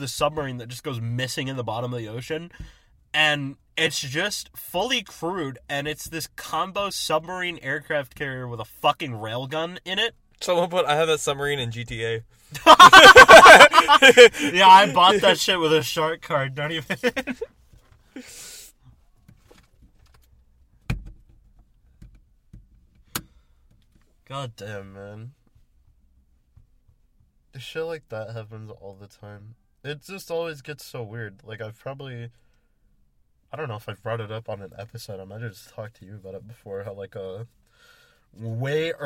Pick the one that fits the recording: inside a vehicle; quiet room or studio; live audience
inside a vehicle